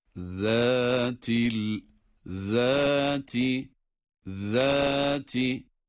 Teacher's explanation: Zâ peltek okunacak ama bu peltek okunurken zel harfinin inceliğini unutmuyoruz.